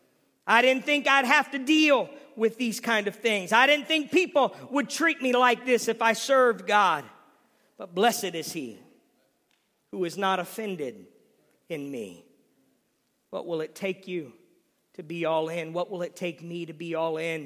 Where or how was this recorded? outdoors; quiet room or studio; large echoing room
large echoing room